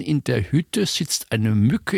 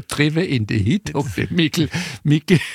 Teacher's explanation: Das kurze Ü wird zu einem kurzen I. · Shown in: second take